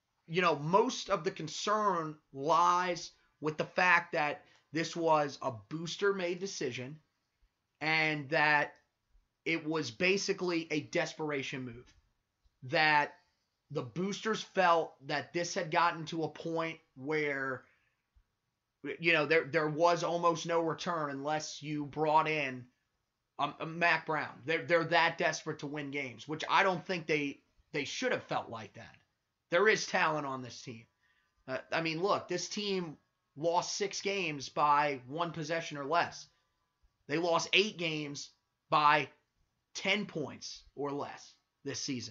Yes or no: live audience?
no